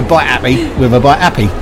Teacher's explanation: So, okay, now, having read your t-shirt, yes, and it says, buy Appy with buy Appy, the problem is, I'm a Londoner, so when I say those two things, there's no difference in the pronunciation, because I don't pronounce the H's anyway. So, buy Appy is actually without the H.